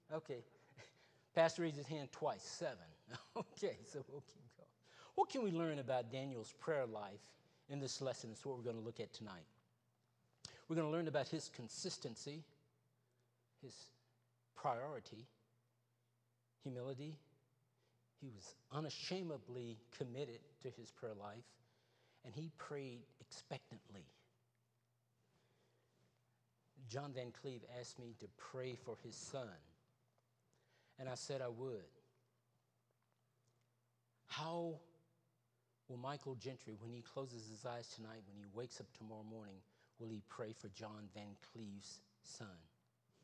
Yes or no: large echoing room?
yes